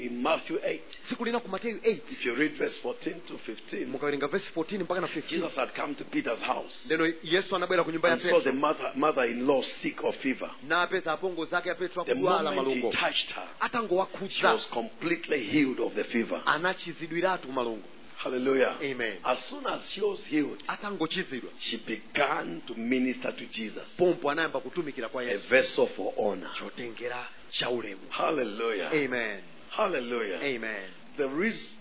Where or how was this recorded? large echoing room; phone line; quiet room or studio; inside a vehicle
large echoing room